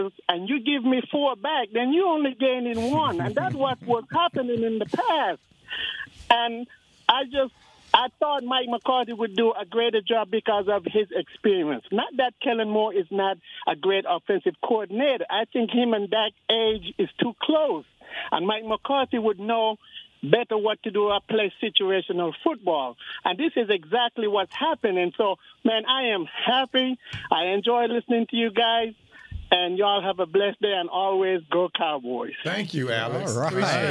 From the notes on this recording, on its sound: taking text questions and phone calls